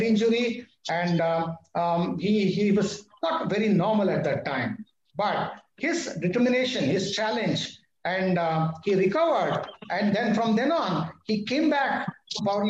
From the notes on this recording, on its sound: Audio recording of the video conversation.